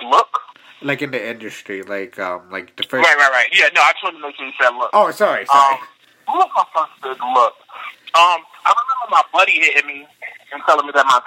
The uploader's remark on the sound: called into the show